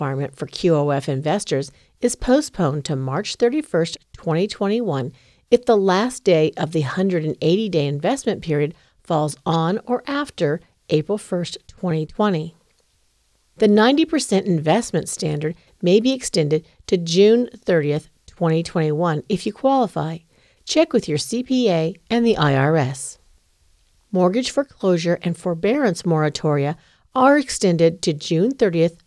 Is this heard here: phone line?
no